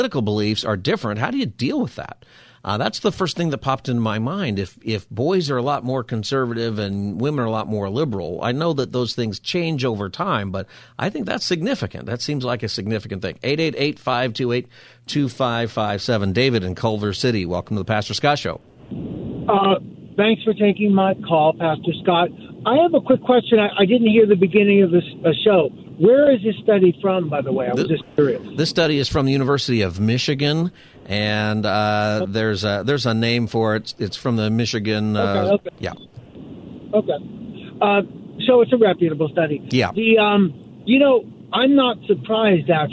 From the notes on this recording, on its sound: Listeners call in and give their thoughts on the survey.